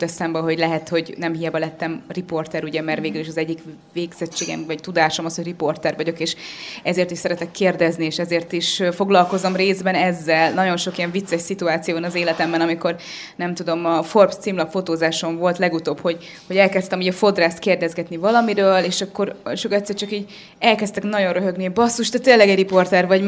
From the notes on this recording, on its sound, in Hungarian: A Húsvét előtti élő interaktív podcast felvétel eseményén.